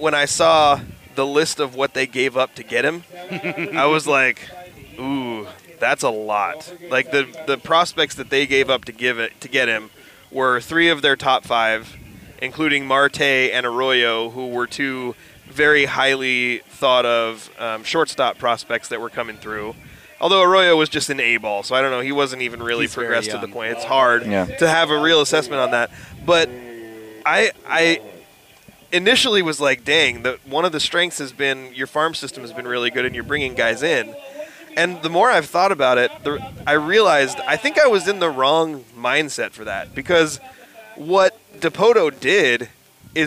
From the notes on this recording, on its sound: Recording Live at the Wiffle Ball Tourney. Set up a mobile recording studio at the 3rd Annual Young Life Wiffle Ball Tournament.